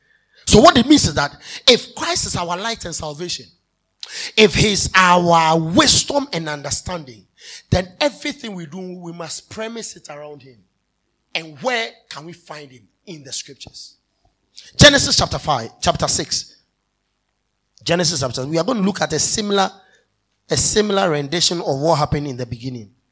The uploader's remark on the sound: This message was preached at the End of Year Service (2023)